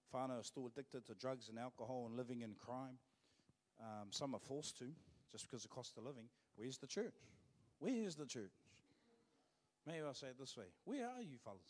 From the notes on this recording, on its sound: Live From IwiTapu Destiny Church Hawkes Bay